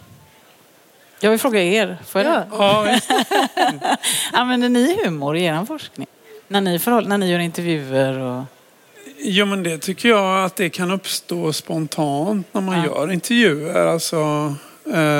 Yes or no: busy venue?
yes